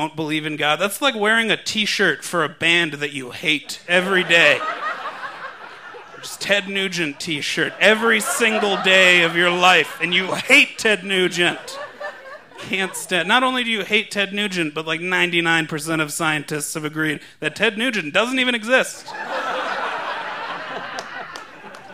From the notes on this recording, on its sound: recorded live on May 20, 2015 at Buntport Theater in Denver, Colorado